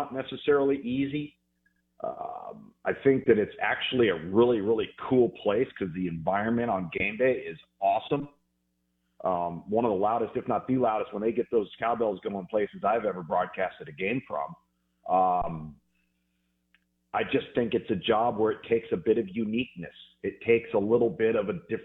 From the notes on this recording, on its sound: Joins the show on the Farm Bureau guest line talking about the biggest stories in college football live in the BankPlus Studio.